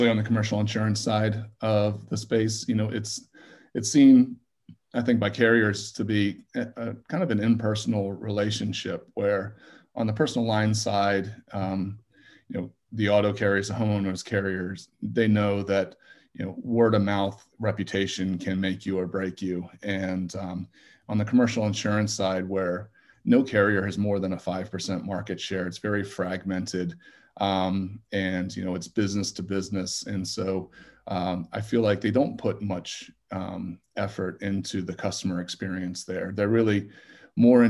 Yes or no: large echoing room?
no